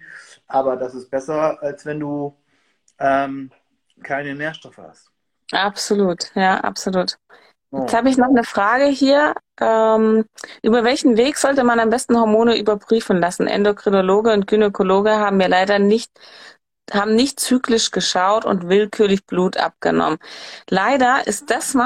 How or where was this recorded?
video call